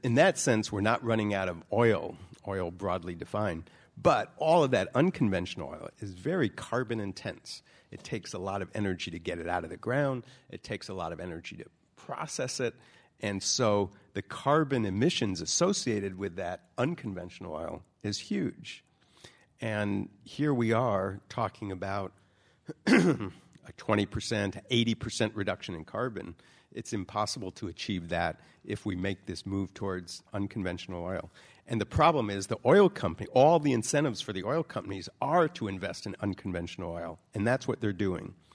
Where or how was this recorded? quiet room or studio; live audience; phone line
live audience